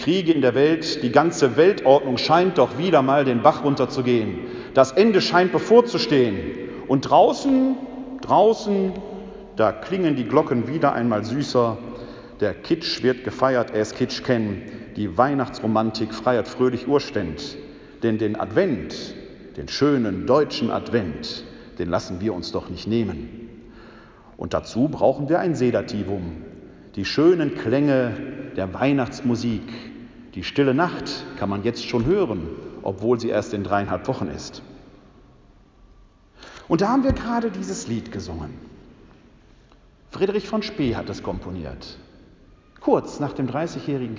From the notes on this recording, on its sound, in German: In der Citykirche Elberfeld (Alte reformierte Kirche). Anlässlich des ökumenischen Gottesdienstes zur Eröffnung des Kirchenjahres.